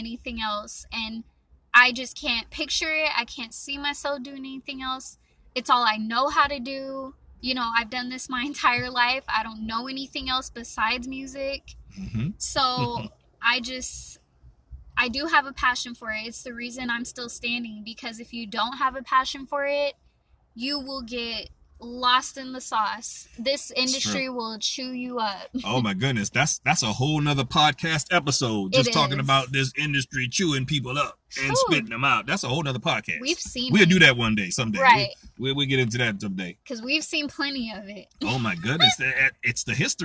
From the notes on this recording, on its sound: Great conversational live interview in the park